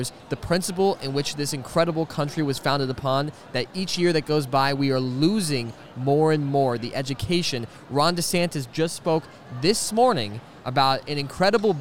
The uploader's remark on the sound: This is another one from the FPEA Homeschooling conference